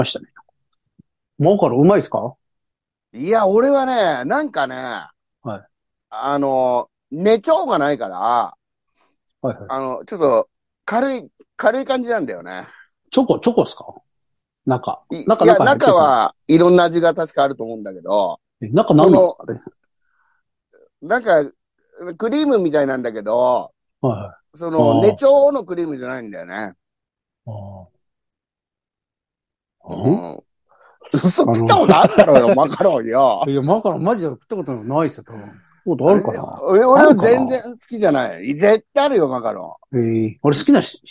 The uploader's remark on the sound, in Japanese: ZOOMで収録